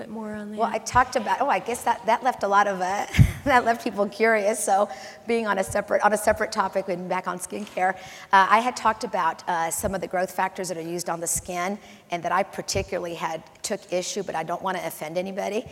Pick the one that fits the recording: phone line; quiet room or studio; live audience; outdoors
live audience